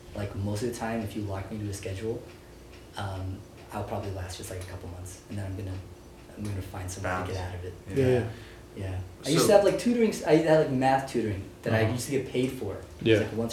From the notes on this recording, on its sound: To the steady beat of a distant ceiling fan. The day was hot. Forgot to keep ambient noises at a minimum during recording.